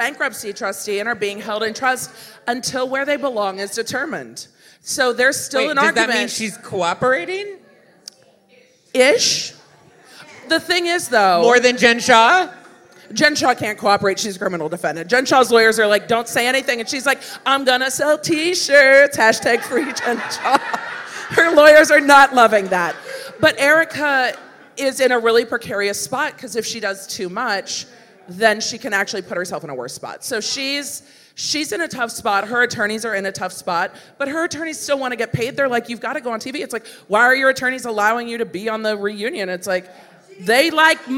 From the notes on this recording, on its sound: LIVE from Spilling Tea Nashville.